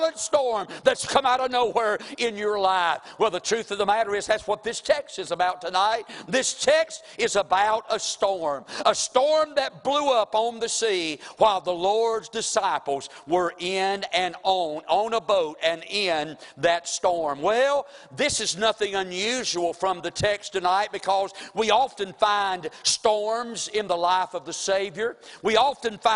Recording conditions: large echoing room